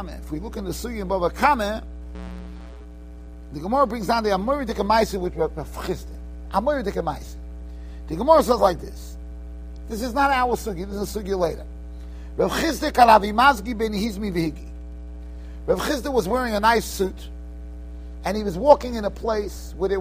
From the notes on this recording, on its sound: Shiur recorded in Yeshivas Ohr Reuven, Monsey, NY.